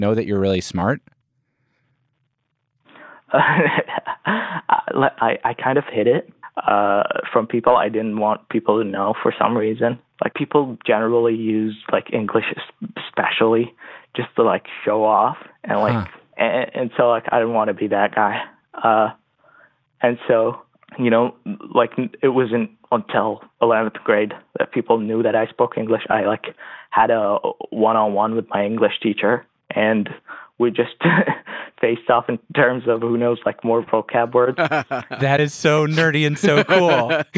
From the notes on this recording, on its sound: The Reply All Hotline. Open up the phone lines.